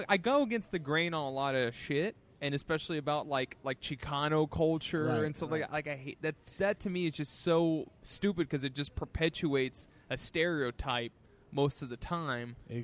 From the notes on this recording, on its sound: sit down outside a Ben & Jerry's